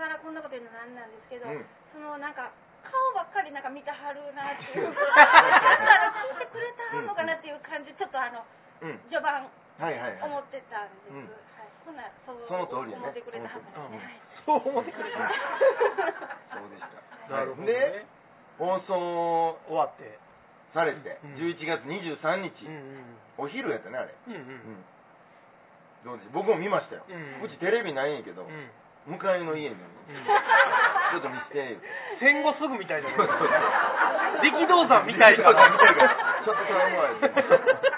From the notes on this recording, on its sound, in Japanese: ツギハギ荘にて開催された。公開収録分。